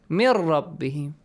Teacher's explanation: Lam and ra, these two letters, we apply idgham, but without a nasal sound. Which means we just merge them.